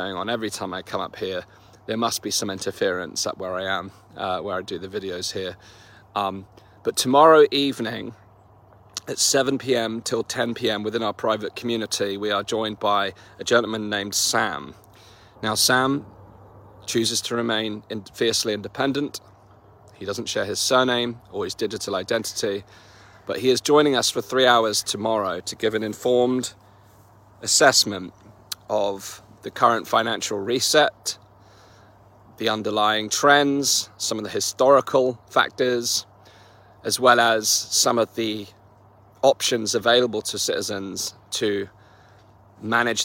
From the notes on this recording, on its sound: In this walk & talk